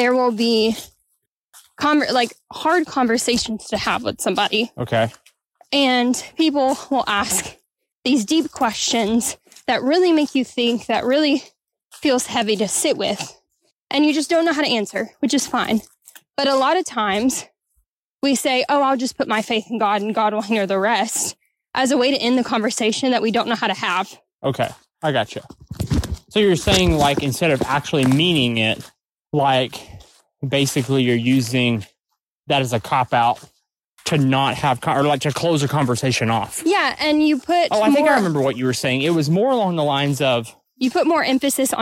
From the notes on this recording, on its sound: This week, we are recording from the great Ouachita national forest. On a refreshing hike.